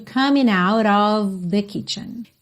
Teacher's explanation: esse G da terminação ing não é pronunciado